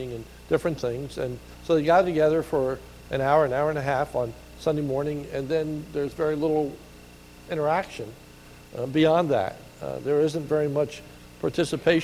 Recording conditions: large echoing room